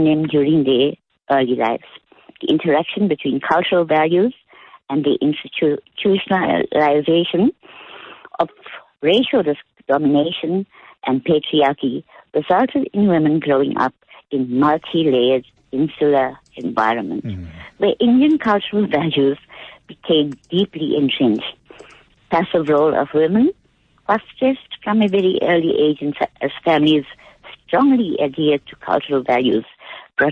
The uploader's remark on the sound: Listeners call in to read